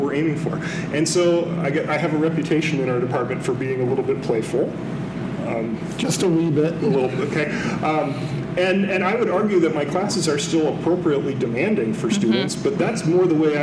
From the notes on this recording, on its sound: Recorded with a Live Audience at Sioux Falls Christian School! They invited us to record an episode with their whole PreK-12 faculty. Our apologies for the slightly less-than-optimal audio quality that comes with recording in a large room. We solicited questions from the crowd related to empowering learners.